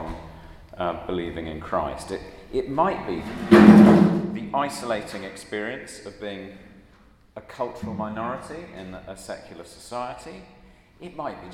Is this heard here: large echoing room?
yes